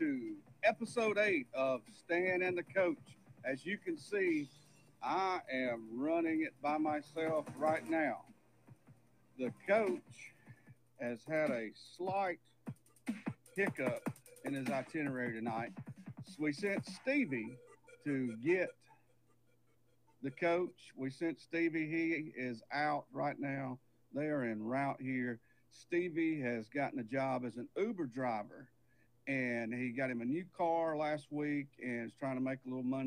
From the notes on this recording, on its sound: Guest for show by phone